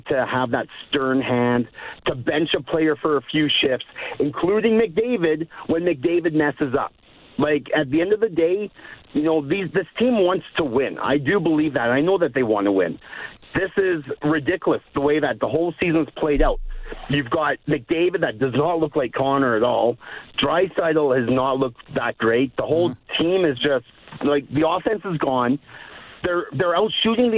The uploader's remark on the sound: takes callers